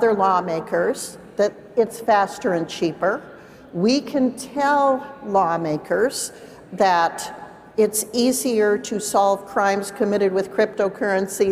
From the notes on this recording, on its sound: CONSENSUS 2023: Lawmaker Town Hall. A Consensus 2023 panel.